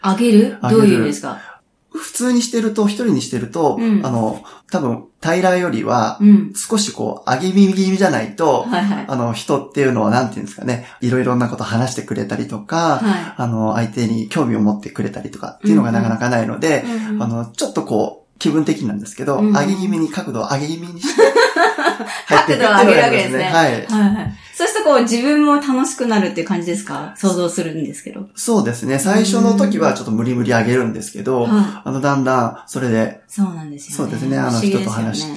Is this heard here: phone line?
no